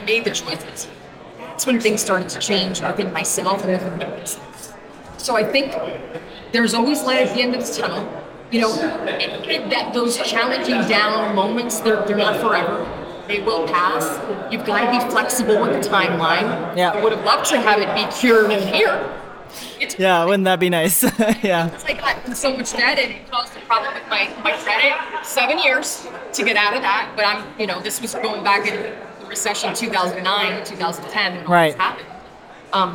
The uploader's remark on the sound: Live From the Salon Owners Summit 2024. Bonus episode was edited and mixed by Audio Z.